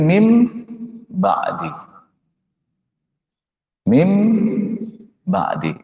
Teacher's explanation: Nun sukun tidak lagi nun sukun sekarang, tapi langsung dibolak, jadi balik jadi mim sukun. Jadi bukan nun lagi, tapi langsung berubah jadi mim. · Term: Iqlab